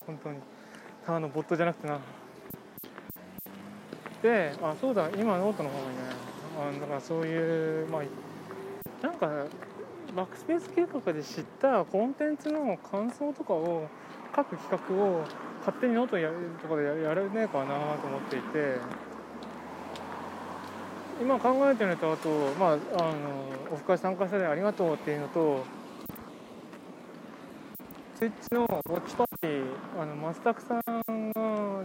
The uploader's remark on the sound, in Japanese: 通勤時，バスを降りてから職場まで歩く時間に，iPad miniのボイスメモを回してみる。